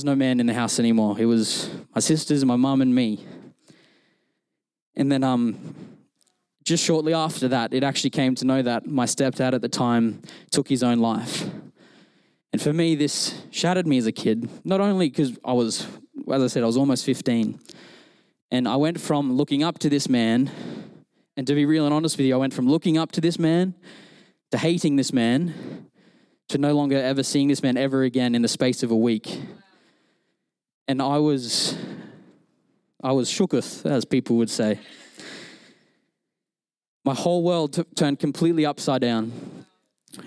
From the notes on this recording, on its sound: Recorded during our Melbourne East service